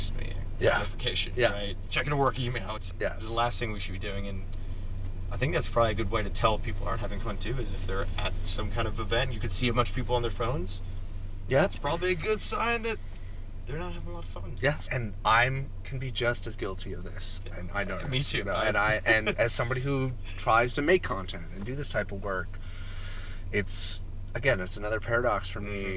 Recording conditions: inside a vehicle